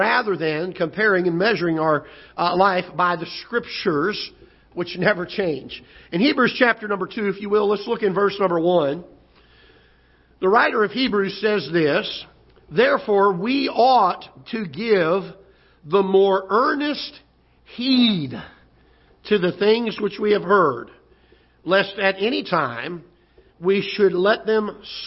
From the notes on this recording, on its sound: Ketha Heights Baptist Church ~ Live Broadcast.